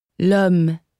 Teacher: le is shortened to just an L sound before nouns that start with a vowel sound